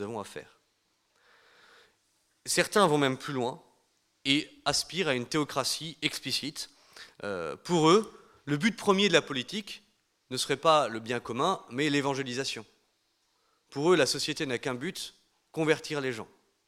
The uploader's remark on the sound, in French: Conférence donnée lors de l'université d'été 2018 d'Academia Christiana : "Rebâtir la Cité".